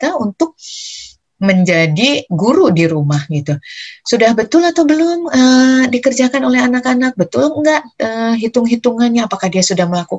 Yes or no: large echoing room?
no